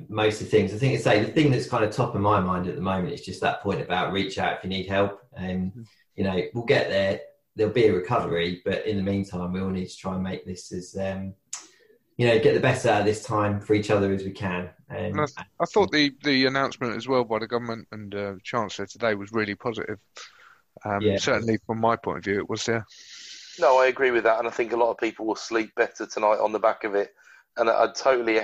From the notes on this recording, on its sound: This was the first of what I imagine will be many virtual discussions so I hope the audio is ok.